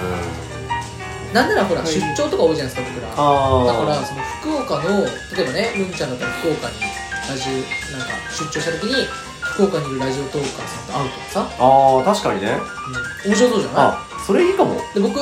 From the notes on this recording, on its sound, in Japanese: 録ったのが少し前で、カラオケボックスで録ったやつなので雑音多めですすみません。カラオケ収録。